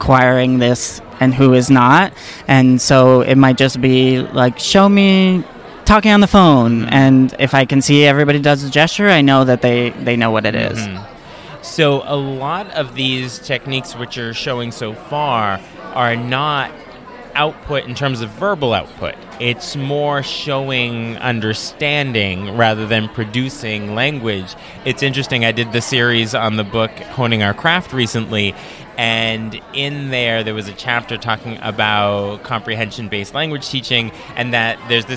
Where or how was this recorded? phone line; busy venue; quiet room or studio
busy venue